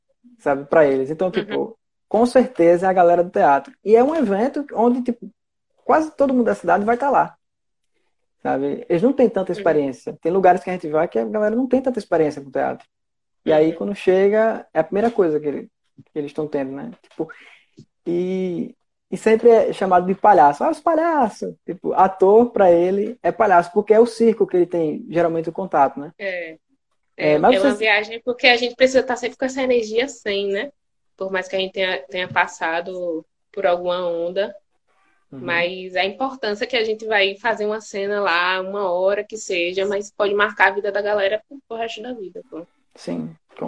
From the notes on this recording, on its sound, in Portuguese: Este episódio surgiu de uma Live no instagram